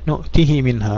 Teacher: نؤته منها هذا الاختلاس أو القصر الذي يعبر عنه بالقصر أو بالاختلاس. نؤته منها، اختلسنا المد، لم نختلس الحركة، الحركة محققة لكن لا نمدها · يكسرها كسرة مشبعة لكن بدون مد، لا يصلها بياء، كسرة واضحة، ليست كالاختلاس الذي تكلمنا عنه في باب الإدغام الكبير، أو سيأتينا فيما بعد اختلاسات أبي عن البصري، اختلاسات الدوري أو غيره.